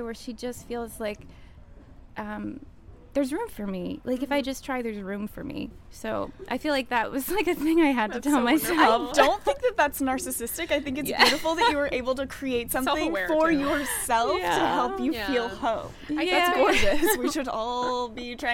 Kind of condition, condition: setting, busy venue